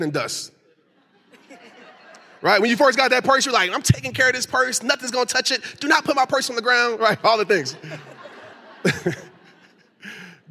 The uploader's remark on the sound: recorded at the empowerHER LIVE event